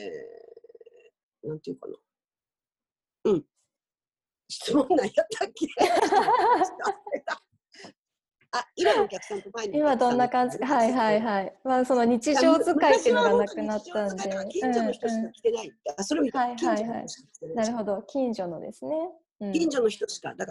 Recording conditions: video call